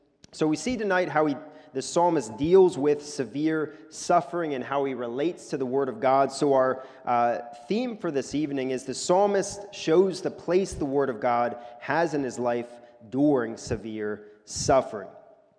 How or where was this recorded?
large echoing room